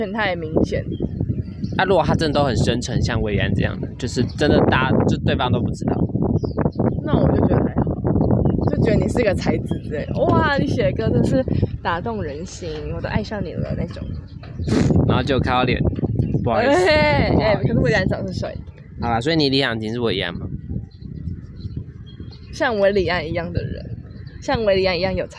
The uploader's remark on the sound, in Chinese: 不得已在戶外錄，有諸多雜音／暴風請見諒！